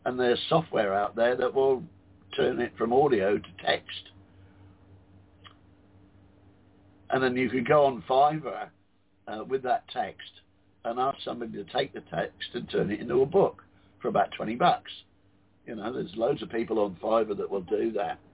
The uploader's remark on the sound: Those who call in will form a panel